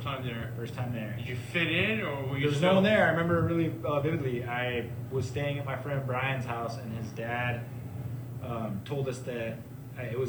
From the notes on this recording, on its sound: live at the Santa Cruz Boardroom